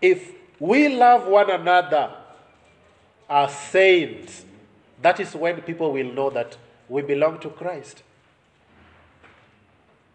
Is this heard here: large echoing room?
yes